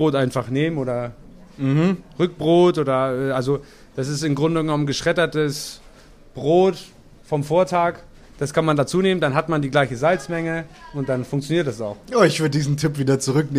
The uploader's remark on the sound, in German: Live-Podcast auf dem Mühlenfest. Eure Fragen direkt Live auf der Bühne beantwortet.